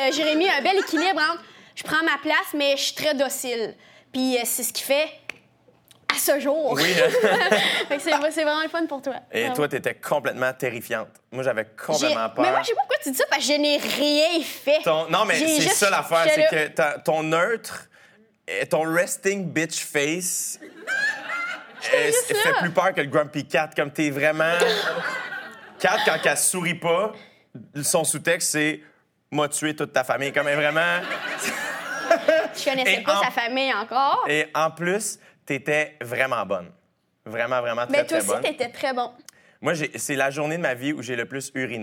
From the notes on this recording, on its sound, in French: J'ai décidé de vous faire patienter avec des entrevues devant public que j'ai enregistrées l'année dernière.